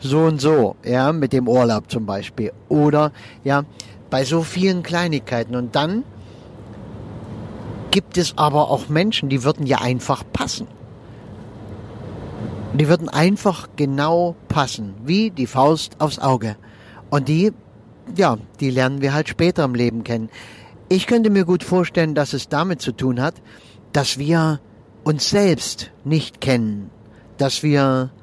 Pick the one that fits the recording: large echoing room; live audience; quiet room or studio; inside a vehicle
inside a vehicle